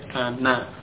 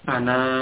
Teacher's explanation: Sedikit faedah untuk Bomir mutakalim ya, ana ya, ini membacanya pendek ya, ana. Jadi na di sini nun yang di fathah ini dibaca pendek, alif yang sesudahnya itu tidak dibaca · Shown in: first take · ya, alif yang ada di akhir pada bomir ana ini tidak dibaca, berarti apa, membacanya pendek, bukan ana, bukan seperti itu, tapi ana. · Term: fathahnya pendek